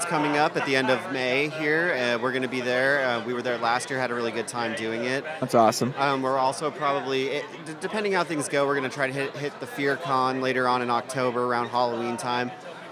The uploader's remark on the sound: live at Mad Monster Party 2015 in Phoenix, AZ